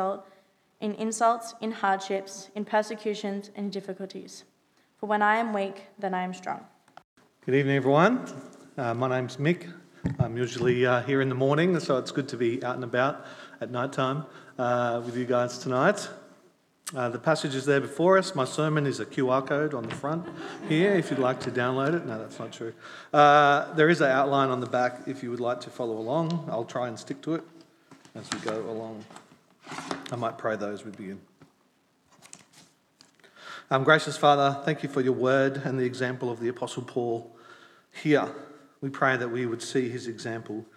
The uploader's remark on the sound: At Night Church on Sunday 10 July 2022. Grace Anglican Church.